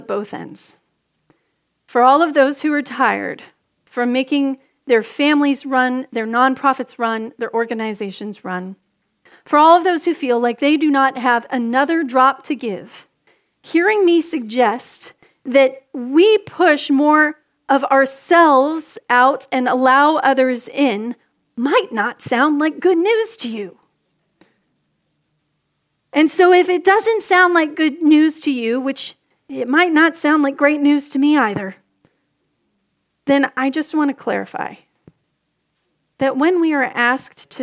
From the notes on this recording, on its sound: Message delivered during the 6PM Contemporary Christmas Eve Service.